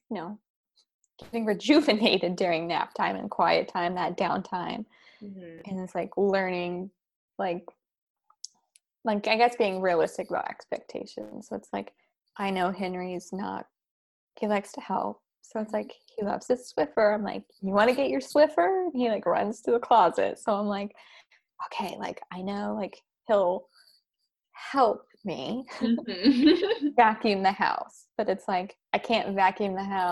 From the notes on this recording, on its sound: This is much less an interview and more a besties virtual hangout since we just hopped on zoom with a couple talking points and just chatted as normal!